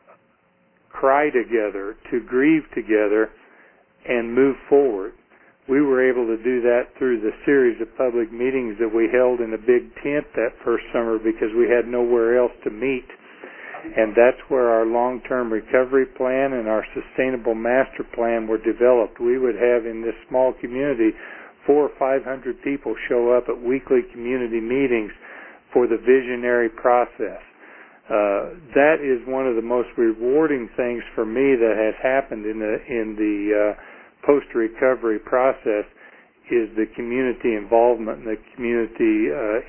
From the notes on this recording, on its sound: Call recorded on October 13, 2011.